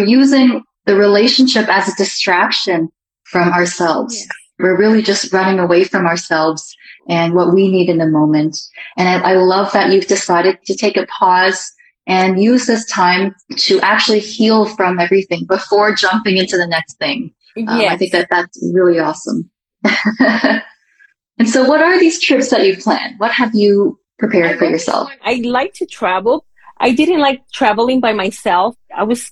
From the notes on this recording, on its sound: this SPECIAL interview taken from our Instagram Live